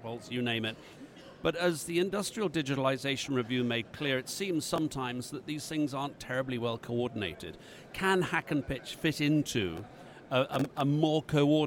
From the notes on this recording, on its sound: Recorded during the Manufacturing Leaders Summit in Liverpool 2017